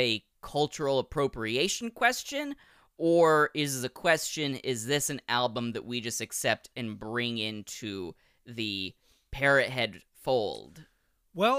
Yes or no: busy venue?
no